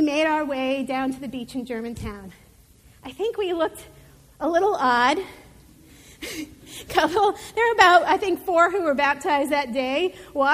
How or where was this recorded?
large echoing room